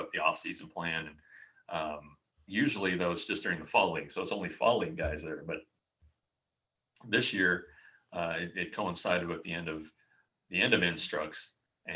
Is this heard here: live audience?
no